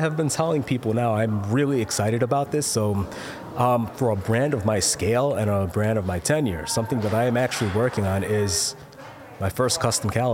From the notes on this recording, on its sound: Take a trip to Illinois to attend MicroLux Chicago 2023. Little did they know they we're gonna be put in a kitchen to do interviews.